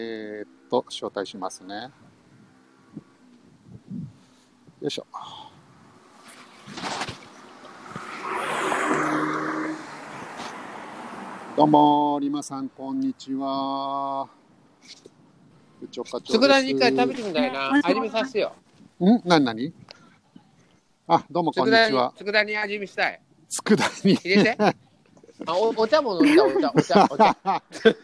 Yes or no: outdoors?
yes